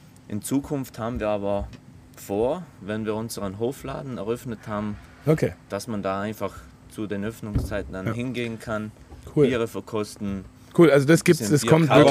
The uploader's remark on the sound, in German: Dieser Podcast wurde draußen aufgenommen und selbstverständlich kommt es zu dem ein oder anderen Nebengeräusch, aber alles vertretbar.